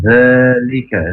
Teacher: huruf zal ujung lidah ke ujung gigi atas tidak nempel, memakai desisan yang halus, jangan sampai menjadi z.